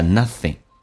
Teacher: ing 一般可以说成前鼻音